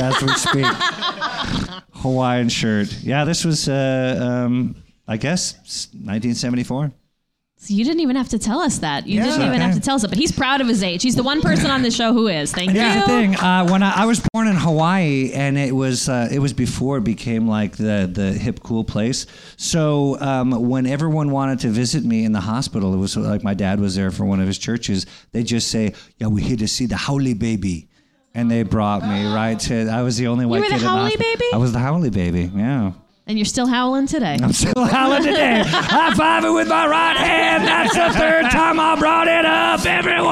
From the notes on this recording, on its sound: Live from NerdMelt! At the Nerdist Showroom at Meltdown Comics in West Hollywood, CA.